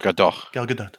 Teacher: When she says it, she's saying the T, but it's almost inaudible.